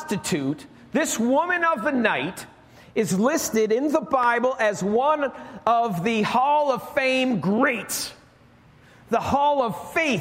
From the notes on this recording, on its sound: Recorded live at Alabama Full Gospel Fellowship - The Lighthouse. Join us live each week at Alabama Full Gospel Fellowship, 5329 Gravel Rd., Medina, New York 14103.